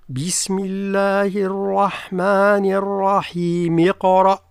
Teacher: الملاحظة الأولى، لو أننا قرنا البسملة بأول الصورة، فهمزة الوصل تسقط وننتقل مباشرة من الميم من لفظة الرحيم إلى القاف، فنقول بسم الله الرحمن الرحيم اقرأ.